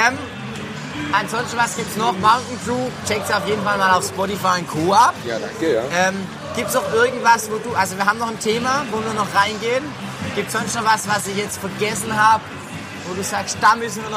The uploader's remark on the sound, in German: Live vom Canstatter Wasen.